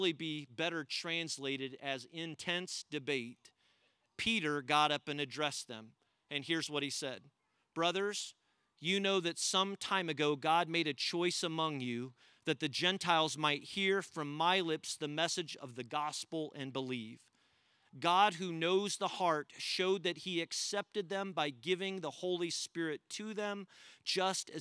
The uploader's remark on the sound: We gathered as one church outdoors at the Carmel campus